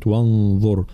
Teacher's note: را ساكنة مسبوقة بضم فإننا نفخمها في كلمة وانظر